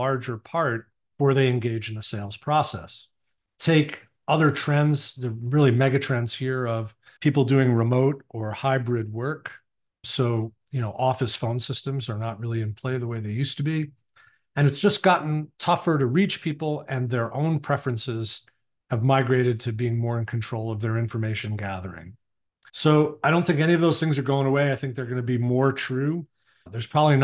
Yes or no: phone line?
no